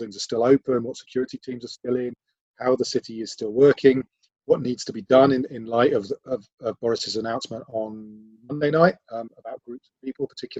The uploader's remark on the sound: Forgive the audio quality, these episodes are being recorded remotely to keep everyone safe.